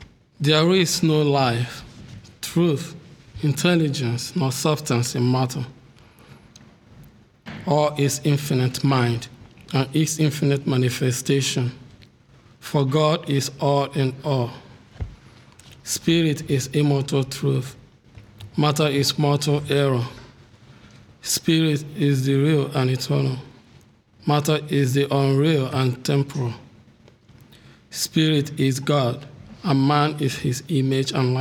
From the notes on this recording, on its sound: The Sunday service audio from January 21st, 2024